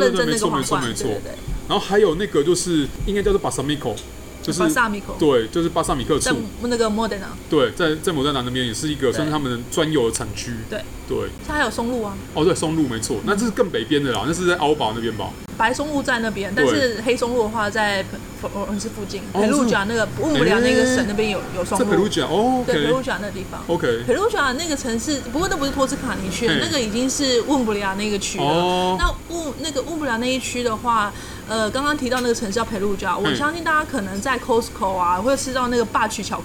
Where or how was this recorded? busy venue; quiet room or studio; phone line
busy venue